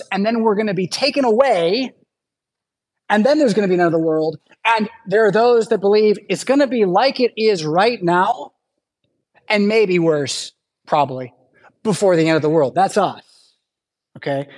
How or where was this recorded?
large echoing room